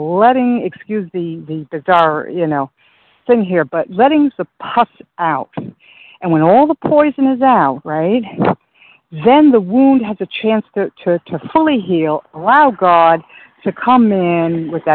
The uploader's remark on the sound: 100 Pounders Phone Meeting.